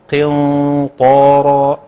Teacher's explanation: قاف ضعيفه جدا لانها مكسوره، وطاء قويه جدا لان الحرف غير ان هو قوي مفتوح وبعده الف في اعلى مراتب التفخيم، وبينهم حرف ضعيف حرف النون. · ما اخفاء، هيبقى اخفاء، بس اخفاء هيبقى هتفخم الغنة هنا. الغنة مفخمة لانها تتبع ما بعدها